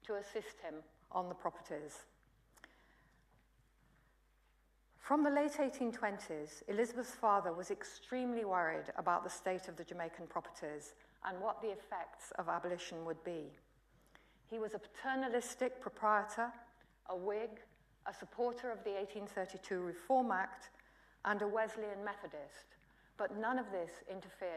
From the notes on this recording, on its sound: UCL Lunch Hour Lecture